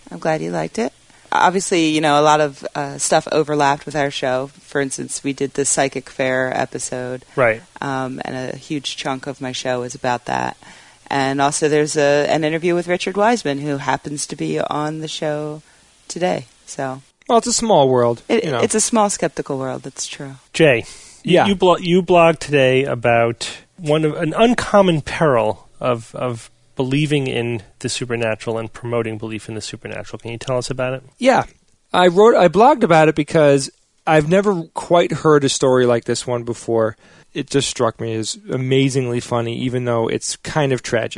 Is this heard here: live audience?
no